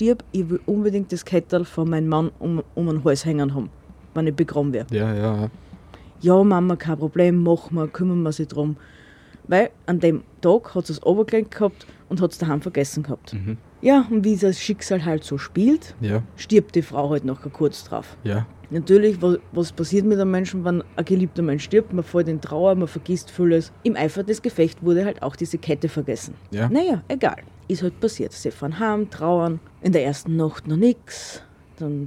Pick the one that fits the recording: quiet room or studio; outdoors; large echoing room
outdoors